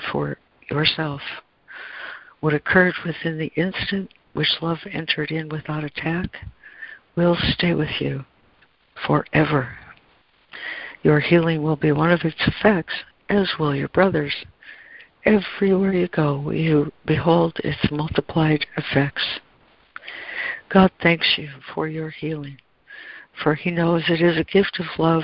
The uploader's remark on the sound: ACIM Daily Conference Call